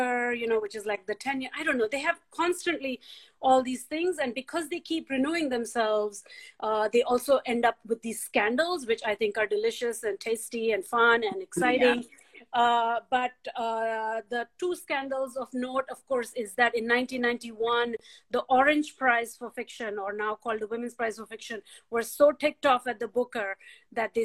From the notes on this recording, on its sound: This event originally took place on Instagram Live and this podcast carries the recording.